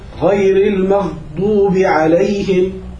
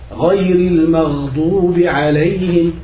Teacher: وفي أمر أبعد قليلا، الآن لما ننطق بالغين والخاء، طبعا في ناس كثيرين بالغين والخاء بنطقوهم مجهورتين، عفوا بنطقوهم شديدتين، فبتلاقيه بيقول لك مثلا في الغين الساكنة غير المغضوب عليهم، هذا غلط. الغين حرف رخو، لازم يطلع صوت الغين مستمر · Shown in: second take